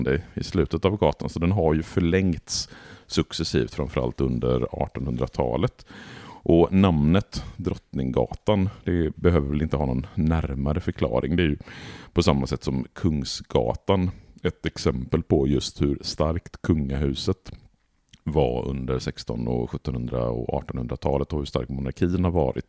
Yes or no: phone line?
no